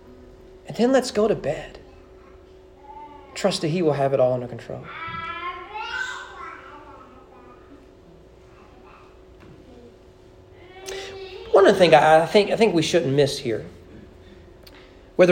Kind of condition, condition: setting, large echoing room